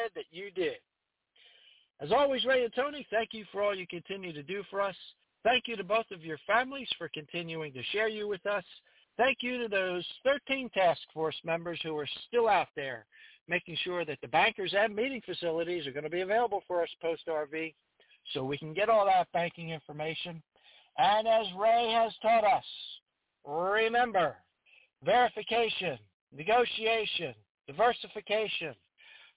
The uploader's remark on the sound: TNTSuperfantastic Conference Call